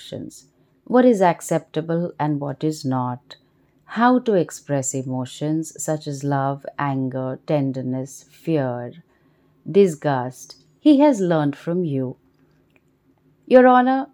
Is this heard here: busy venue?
no